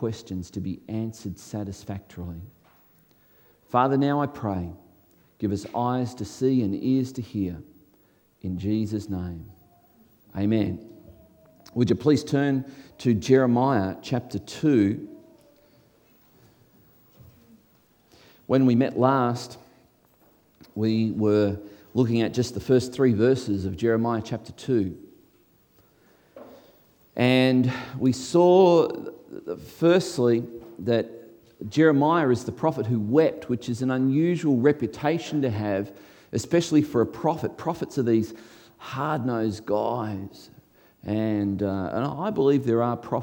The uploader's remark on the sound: before a live audience